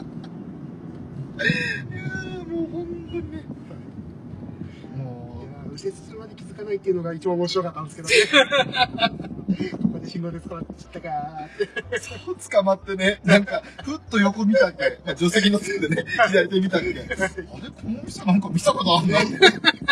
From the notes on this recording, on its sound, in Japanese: 環境音などの雑音がひどい録音状態